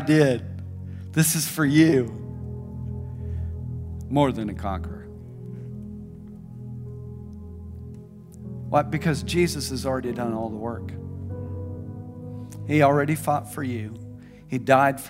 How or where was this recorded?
large echoing room